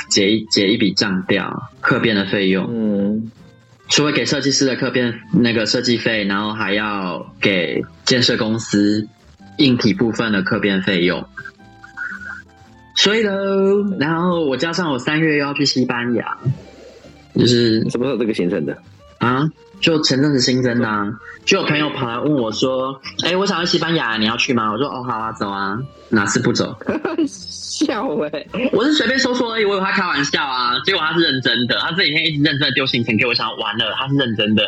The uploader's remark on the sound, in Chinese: 遠赴新加坡。電話錄音。由於週間特輯是手機通話錄音的，所以音質比較差，但差得很有風味，好像在跟我們電話連線～。這集用耳機錄音，音質更差了。